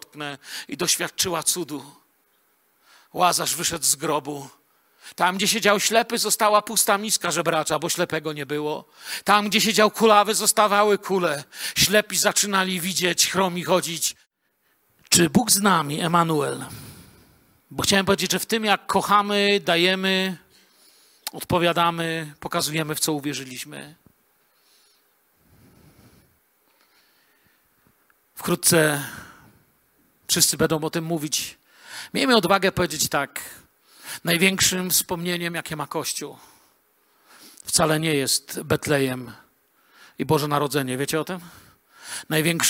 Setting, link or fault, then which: setting, large echoing room